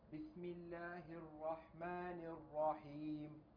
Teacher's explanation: الراء مشددة، مشددة يعني ضعف. الراء يعني هي راءان.